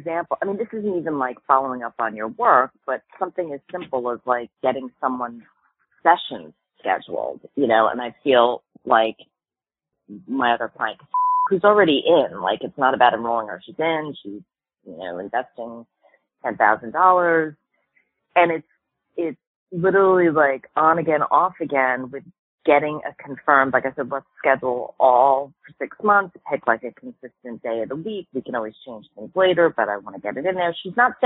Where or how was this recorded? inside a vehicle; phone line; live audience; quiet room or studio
phone line